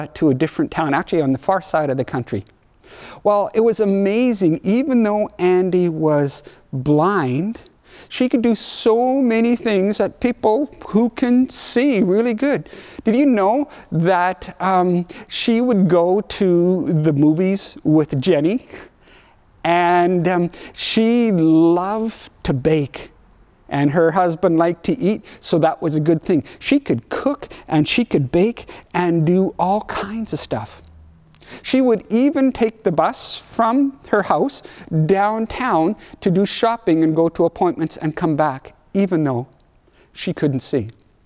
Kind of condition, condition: setting, large echoing room